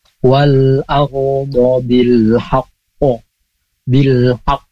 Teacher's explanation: Kita qalqalah qaf kemudian ada tasydid · Term: qalqalah akbarnya